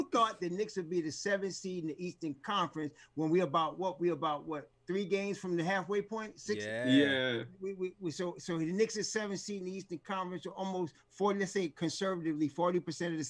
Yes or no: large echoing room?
no